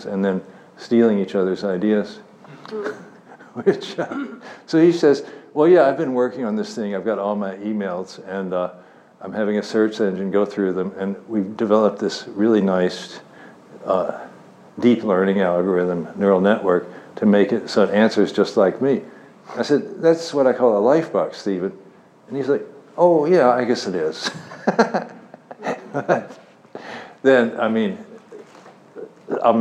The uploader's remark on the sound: Talk at IOHK Summit conference in Miami Beach.